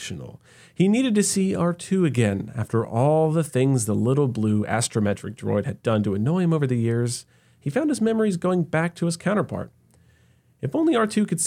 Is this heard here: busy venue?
no